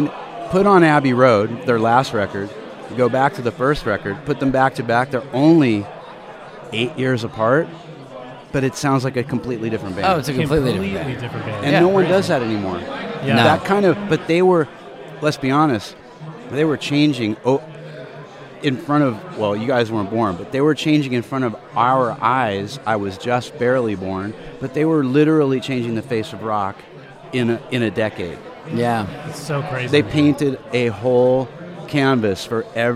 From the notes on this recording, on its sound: Live at Rock N Pod 2019 in Nashville, TN.